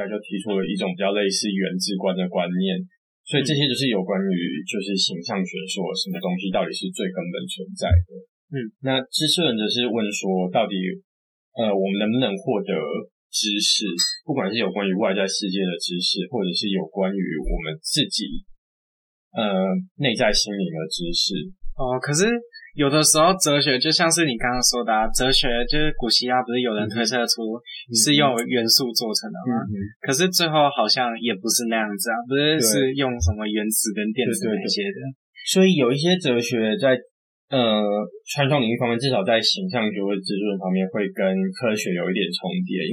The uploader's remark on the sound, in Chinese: 這次去噪後音質超差，早知道當初就別買電容式的麥克風了。